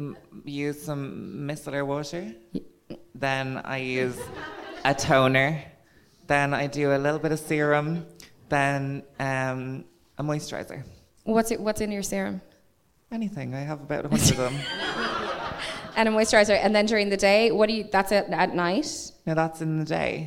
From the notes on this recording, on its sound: this episode was live at the Bernard Shaw